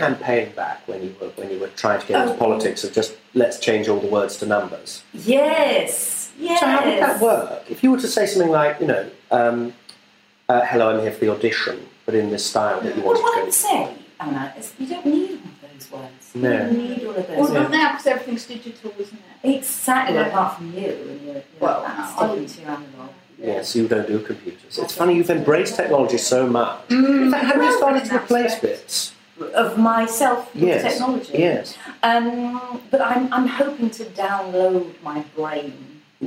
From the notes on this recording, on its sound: I have been ill darlings and also without anyone to help me with sound so quality wise this is a pile of shit, it really is. The interview is cursed with an ugly buzz, the wraparound bits are accidentally done in mono and there appears to be a tiny man writing with a pencil throughout.